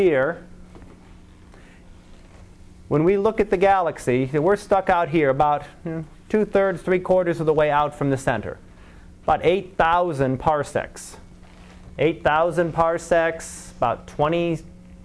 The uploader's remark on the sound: Live Class Lecture.